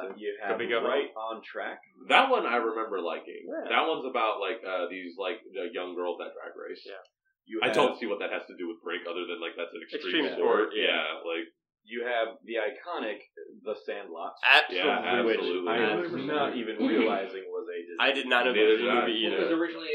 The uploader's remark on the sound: While we were all together in Boston for PAX East, we decided to record a special episode. Apologies for the variance in audio quality. The group episode called for a different microphone set up than we're used to.